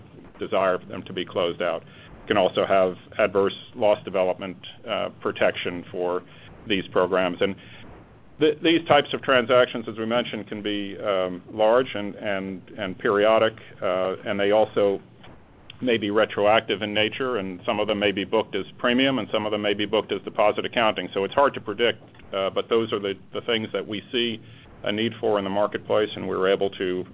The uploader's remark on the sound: ProAssurance Earnings Conference Call, Third Quarter, 2014